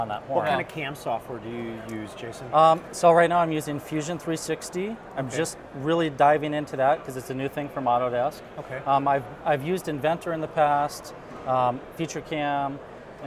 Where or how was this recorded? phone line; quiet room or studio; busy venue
busy venue